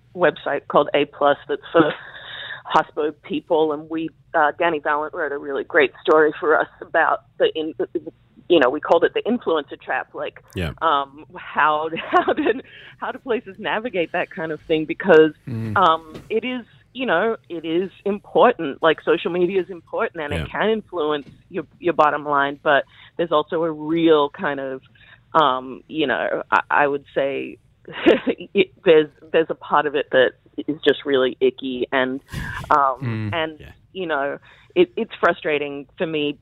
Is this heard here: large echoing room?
no